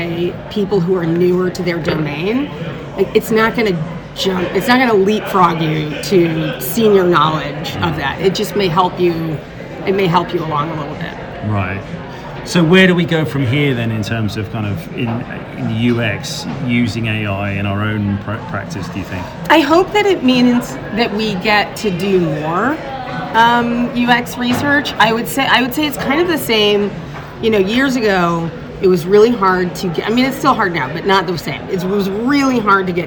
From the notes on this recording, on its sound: Recorded live at the UXDX conference in New York in May 2023.